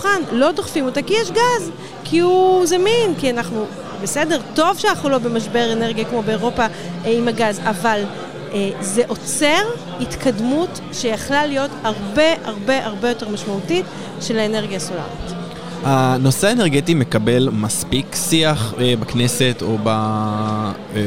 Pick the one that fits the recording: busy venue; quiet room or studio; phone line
busy venue